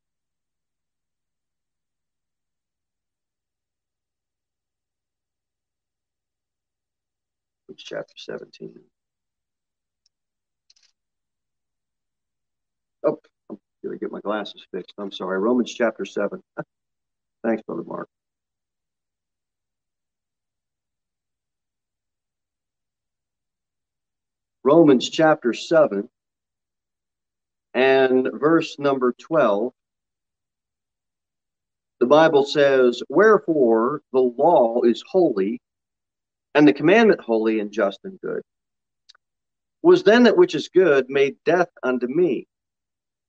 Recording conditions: large echoing room